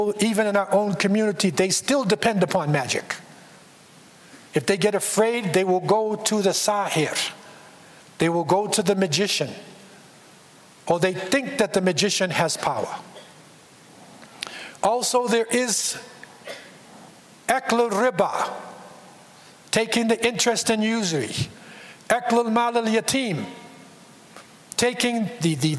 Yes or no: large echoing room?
yes